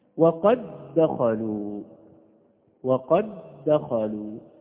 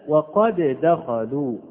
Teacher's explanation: لاحظنا أن اللسان ارتفع ارتفاعة واحدة · Shown in: first take · Term: إدغام المثلين الصغير